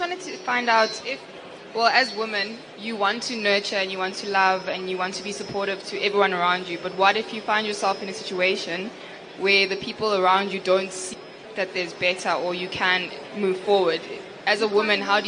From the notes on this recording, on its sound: During this #FutureCEOs LeaderEx panel discussion.